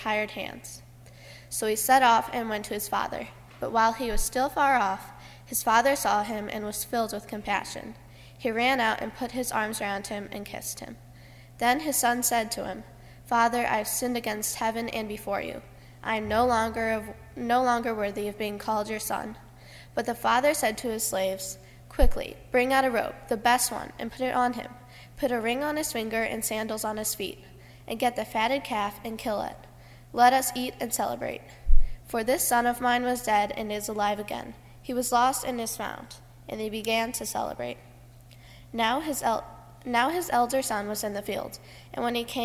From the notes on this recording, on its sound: during the Heritage service (11:00 am) on Sunday, February 7, 2016, at First Presbyterian Church of Arlington Heights, Illinois.